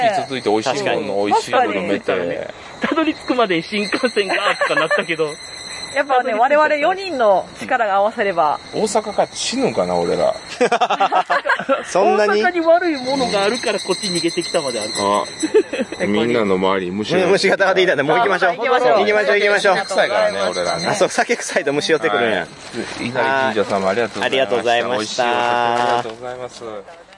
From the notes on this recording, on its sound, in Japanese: ボードゲーム合宿in静岡。一部、屋外での収録のため、騒音雑音が入っております。